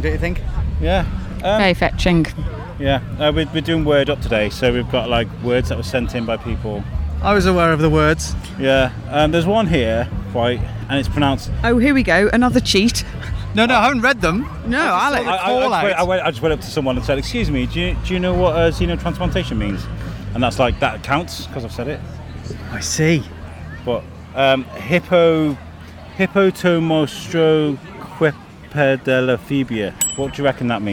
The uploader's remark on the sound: At Shrewsbury Food Festival 2023. Are on site for another spectacular event with mics in-hand, ready to document this fine occasion. Who was helping out at the Chefs Locker tent by cooking some tasty bites that were enjoyed on-mic.